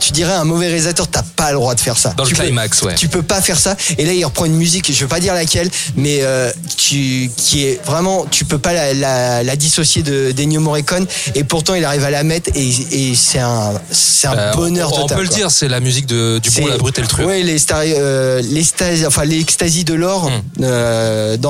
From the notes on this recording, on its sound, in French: Enregistré au Hurling pub (8 Rue Descartes, 75005 Paris), le vendredi 22 Juin 2018.